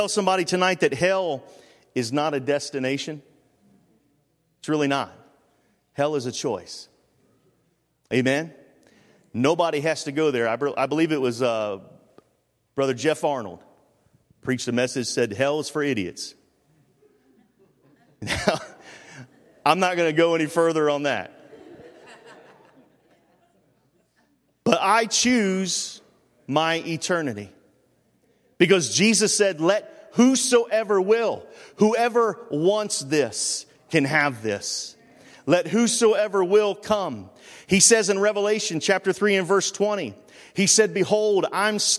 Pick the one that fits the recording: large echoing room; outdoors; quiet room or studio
large echoing room